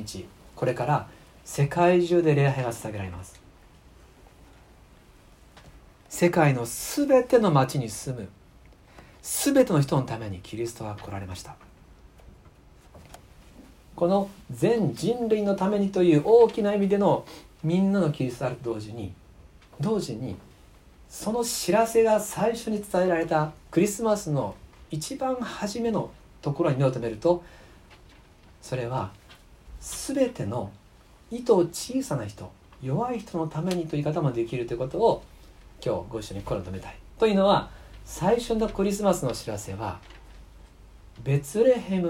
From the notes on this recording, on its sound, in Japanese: 2019年12月24日キャンドルサービス礼拝メッセージ録音です。